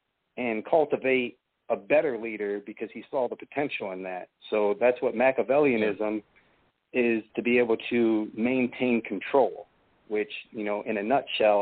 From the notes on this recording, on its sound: It's a call-in show